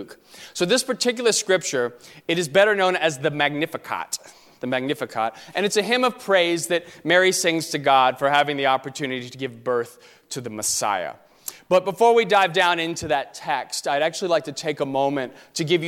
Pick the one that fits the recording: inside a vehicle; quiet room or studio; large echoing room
large echoing room